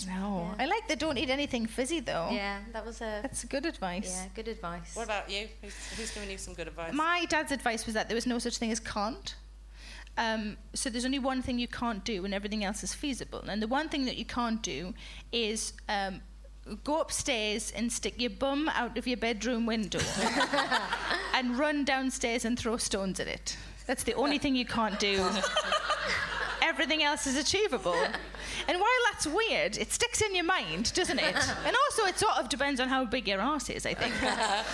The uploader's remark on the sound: Recorded at the Firebug, Leicester on February 11, 2017, as part of the Leicester Comedy Festival.